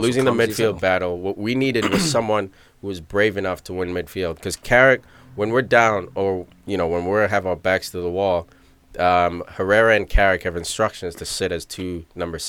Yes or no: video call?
no